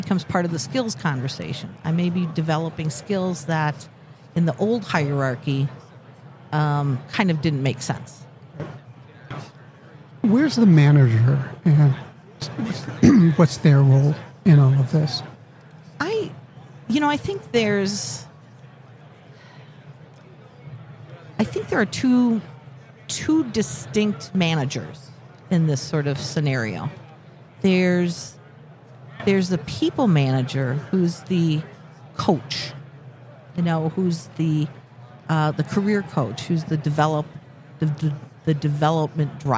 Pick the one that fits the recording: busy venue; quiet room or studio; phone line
busy venue